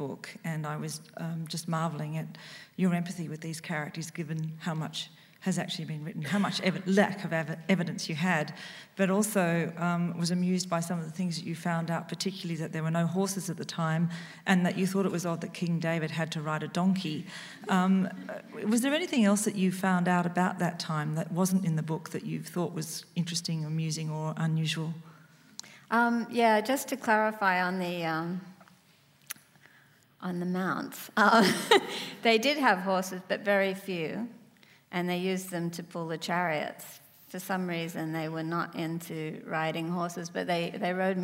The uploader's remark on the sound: In this special event for Sydney Writers' Festival